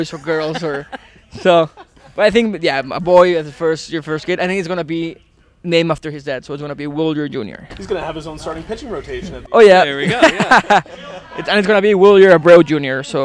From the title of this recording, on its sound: Live From The DCU Club